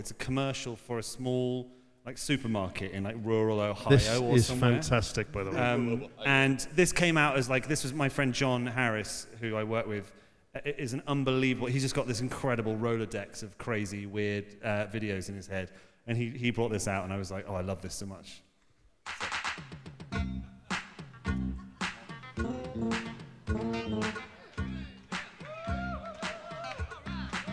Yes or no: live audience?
yes